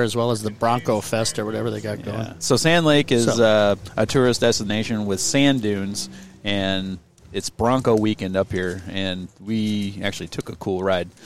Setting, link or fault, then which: setting, outdoors